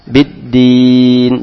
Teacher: huruf nun di akhir dengan dibaca tawassut. Tidak berhenti mendadak. Tidak pula dibaca terus. Tapi tengah-tengah. Biddin. Dan nun adalah huruf tipis, maka dengan senyuman biddin, yang biddin, jangan tadi biddin baru berhenti, jangan biddin, jangan cuma bro, jangan biddin panjang, tidak ya.